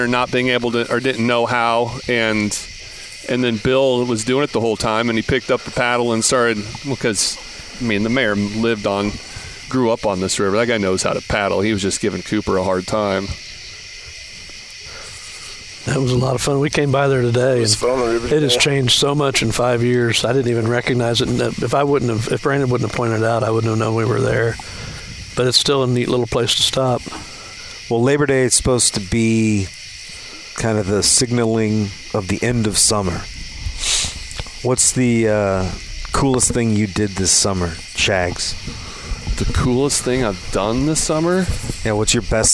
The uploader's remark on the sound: Record from a gravel bar on the river they no longer speak.